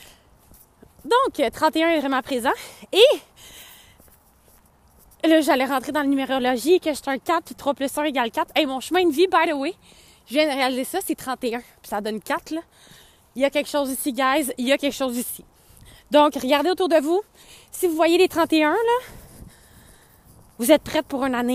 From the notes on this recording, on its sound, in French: 2024 vient de kick in dans mon corps et je n'ai pas eu le choix de sortir marcher pour vous enregistrer un dernier épisode.